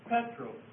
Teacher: This is an accent mark in the Greek, and that tells you that the stress goes on the first syllable